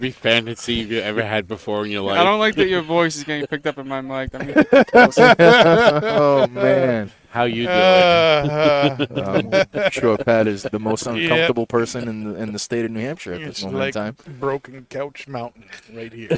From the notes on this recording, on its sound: Recorded live from the 7-20-4 Lounge!